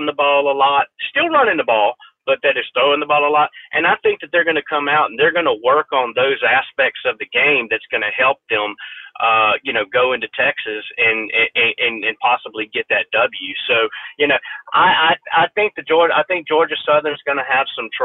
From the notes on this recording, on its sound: joined over the phone by Statesboro Herald beat writer